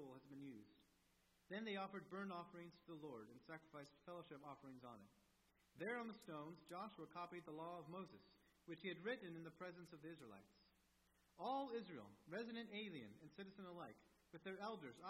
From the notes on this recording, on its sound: At First Baptist Church in Delphi, Indiana. Is an evangelical church in Delphi, Indiana.